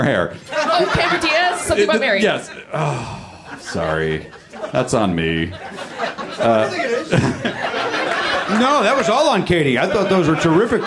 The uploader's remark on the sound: Live in Minneapolis